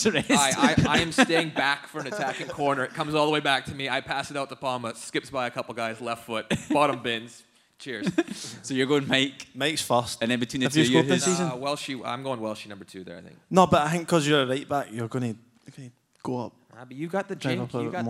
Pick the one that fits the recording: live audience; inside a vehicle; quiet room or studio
live audience